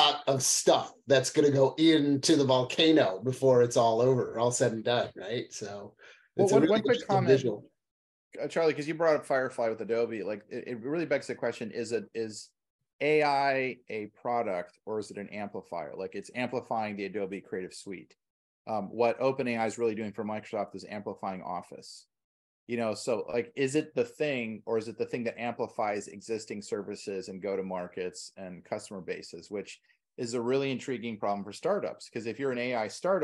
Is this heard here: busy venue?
no